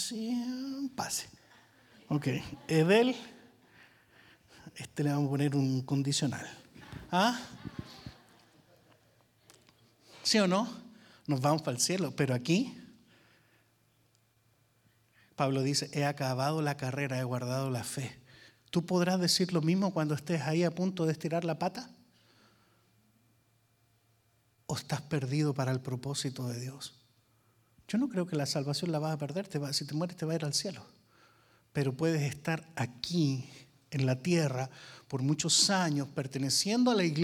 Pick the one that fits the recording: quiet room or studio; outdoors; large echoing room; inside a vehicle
large echoing room